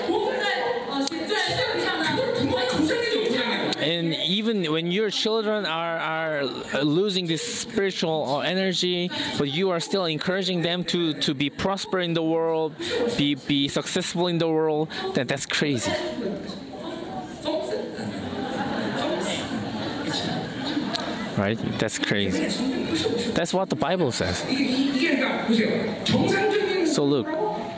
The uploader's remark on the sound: Chuseok Conference. Conference sermon.